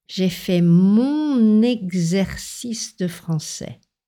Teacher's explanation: on a une liaison en N